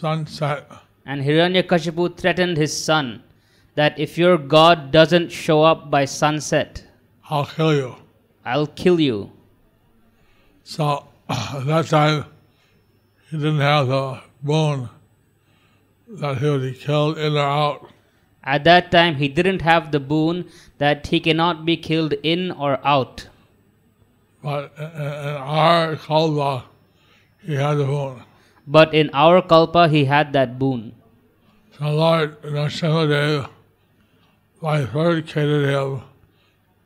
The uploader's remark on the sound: Evening Narasimha Catudasi Lecture in Mayapur. Sri Mayapur, India.